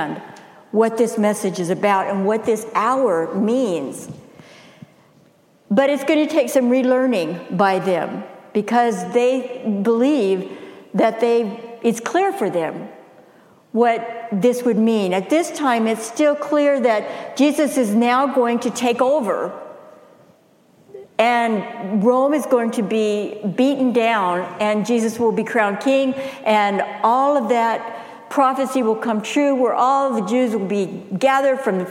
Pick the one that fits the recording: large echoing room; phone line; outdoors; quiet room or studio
large echoing room